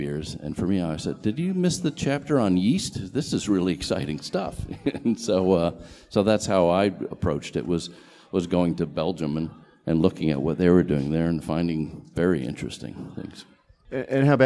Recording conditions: busy venue